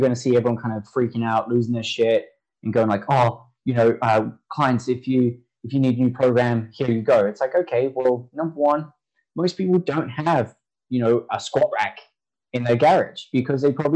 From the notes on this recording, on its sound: Apologies for low audio quality, Zoom wasn't the best.